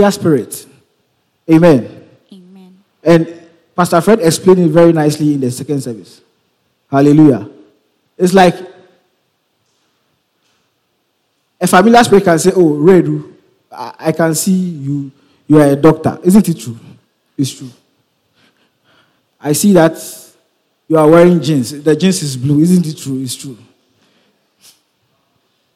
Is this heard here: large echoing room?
yes